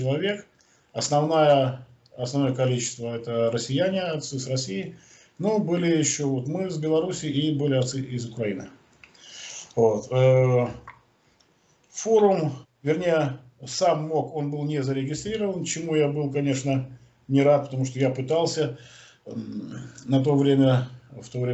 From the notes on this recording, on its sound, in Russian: Первая запись нашего телемоста Москвы и Минска.